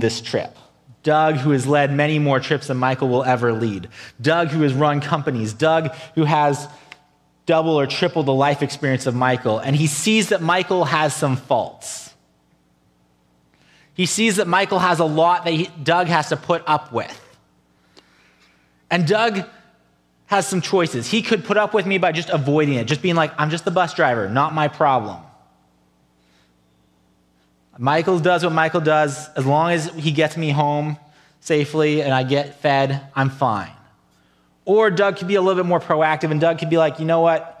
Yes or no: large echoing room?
yes